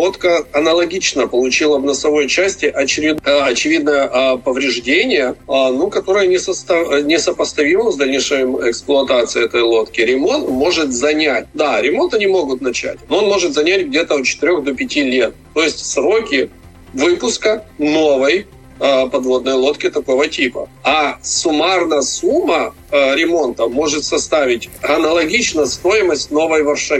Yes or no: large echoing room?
no